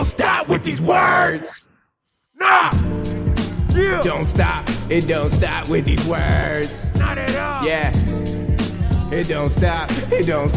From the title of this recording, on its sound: Live from Get Grimey 4/22/17